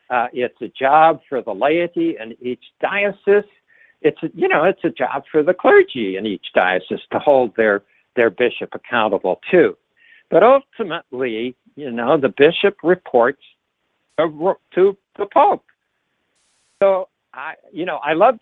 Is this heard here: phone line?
yes